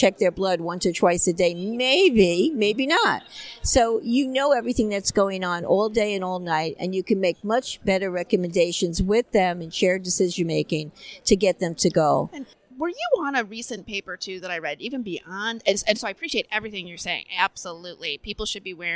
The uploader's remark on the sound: ADCES22 Live. From the Exhibit Hall.